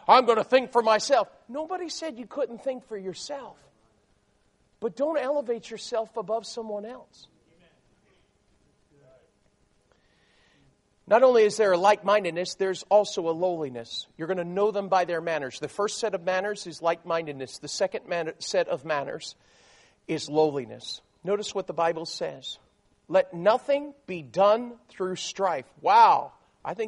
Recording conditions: large echoing room